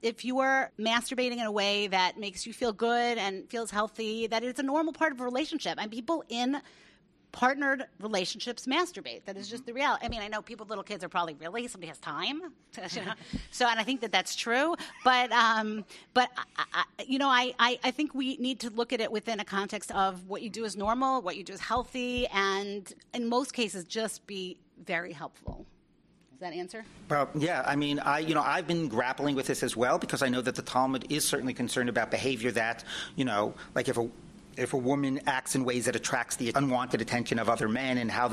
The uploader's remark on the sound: This episode is a re-release, and was originally recorded at Limmud NY in 2016.